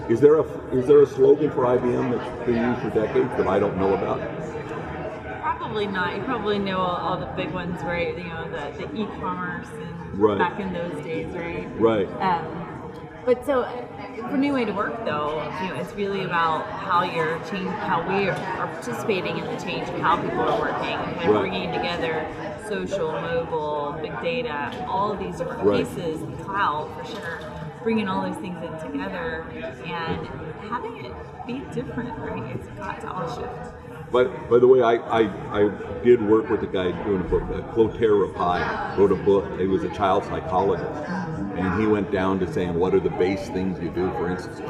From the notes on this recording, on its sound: live at IBM InterConnect